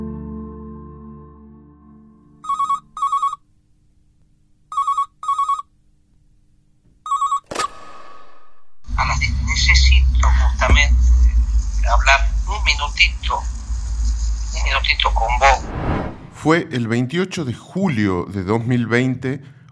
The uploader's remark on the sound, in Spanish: La llamada. Accedió en forma exclusiva a los audios de la supuesta conversación.